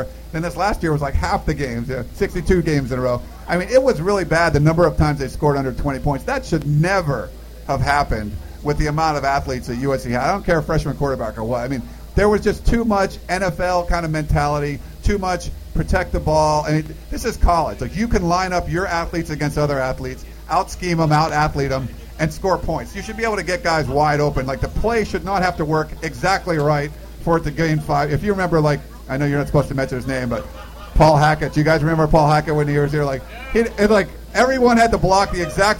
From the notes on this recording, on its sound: We recorded a very special podcast with a live audience of USC fans that gathered to celebrate the newest crop of Trojans.